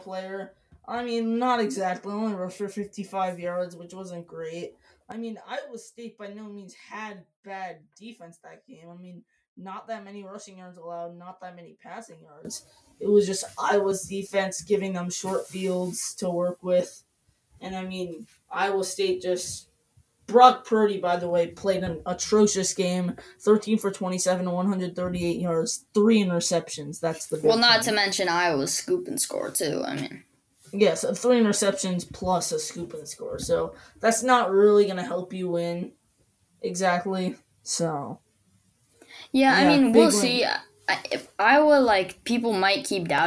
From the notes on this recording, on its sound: We apologize for the mic troubles in this episode